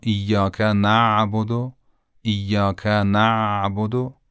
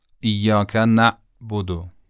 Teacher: پس وجه تمایز عین و همزه این هستش که عین به خصوص وقتی که ساکن باشه قدری قابل امتداد و کشش هست و با نرمی تلفظ میشه، اما همزه این حالت رو نداره. صدا در حالت ساکن بودنش قطع میشه و دوباره شنیده میشه.